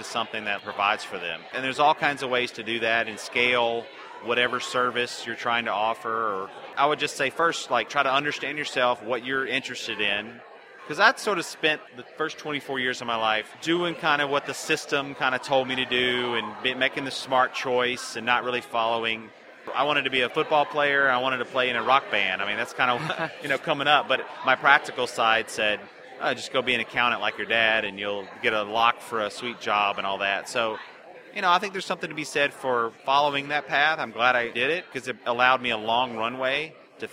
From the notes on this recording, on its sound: In today’s episode, I get a chance to interview him LIVE at FinCon to share his financial journey. At this LIVE FinCon 2018 interview, there were OVER 2,000 people at the event!